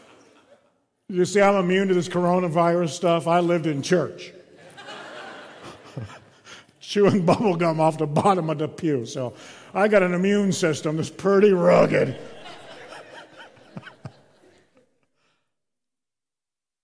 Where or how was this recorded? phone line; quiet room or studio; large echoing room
large echoing room